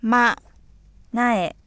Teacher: 普通の声の高さより低いところから、喉を詰め気味に押し殺したように限界まで下降させ、最後まで喉を解放させない声調 · Term: 第六声